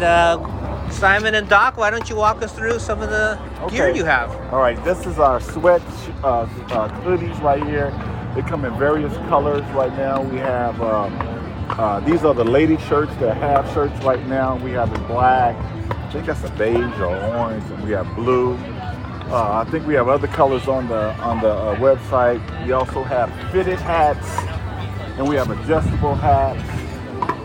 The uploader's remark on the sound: Live from Las Vegas - The Shamrock Open.